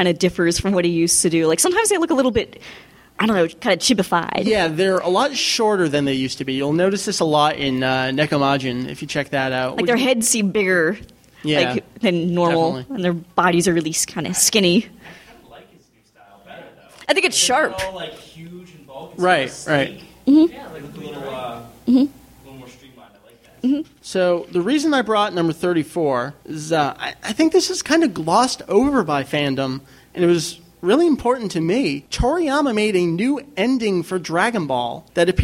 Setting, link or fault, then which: setting, live audience